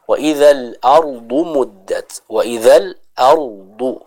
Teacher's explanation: Selanjutnya pada ayat yang ketiga, kita juga bisa perhatikan wa idzal ardu muddat, wa idzal ardu. Maka huruf ra di sana juga dibaca dengan tebal · Term: ra dengan tebal